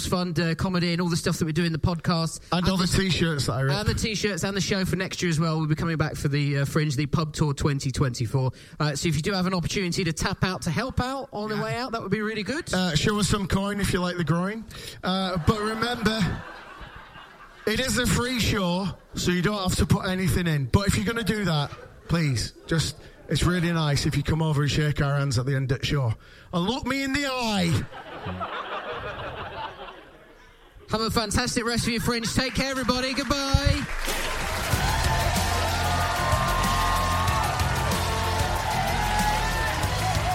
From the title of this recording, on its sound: Live from Edinburgh